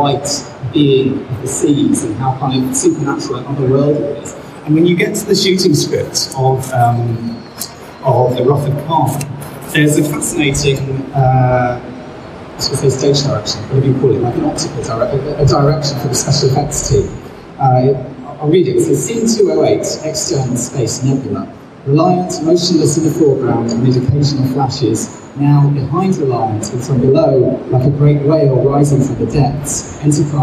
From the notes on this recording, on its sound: Live from Destination Star Trek. We present two panels recorded live at Destination Star Trek in Birmingham, UK.